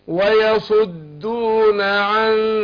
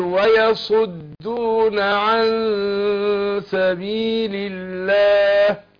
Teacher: ده اخفاء، انا بخفي النون عند السين، السين هنا من حروف الايه الاخفاء ال 15، بخفيها في نفسها وبعدين انطق الحرف اللي بعدها، اقول ايه ويصدون عن، مع الغنة حركتين، اقول ويصدون عن سبيل الله.